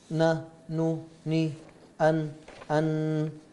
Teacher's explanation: النون تخرج من طرف اللسان مع لثة الأسنان العليا